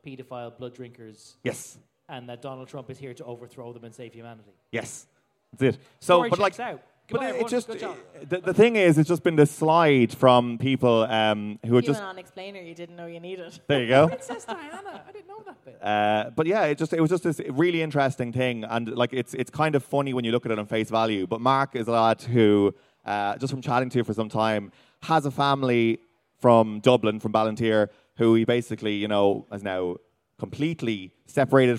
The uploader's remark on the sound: BONUS: Live at Electric Picnic. At Electric Picnic for a special live podcast!